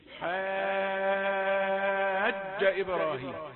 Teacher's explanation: حاج أتمها ست حركات ثم شد الجيم · Term: جيم مشدد